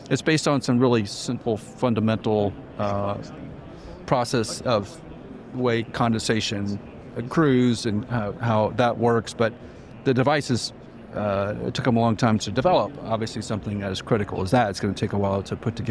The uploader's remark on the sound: Live From CanREA – Renewables Go Big In Canada At ETC23! We had a couple of conversations on the floor with a number of companies.